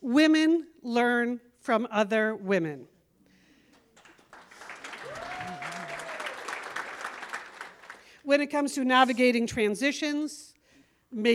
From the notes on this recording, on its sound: This was performed in front of a live audience at the Satellite Sisters Big Fun Weekend in Minneapolis October 14, 2023.